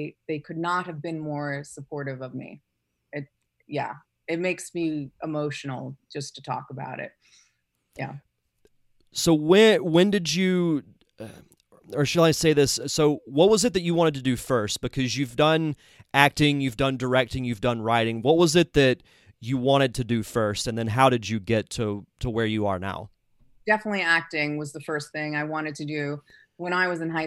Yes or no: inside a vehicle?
no